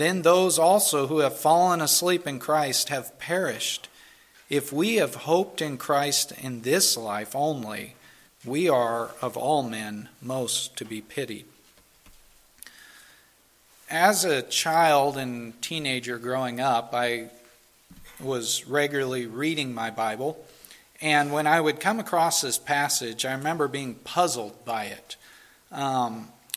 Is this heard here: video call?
no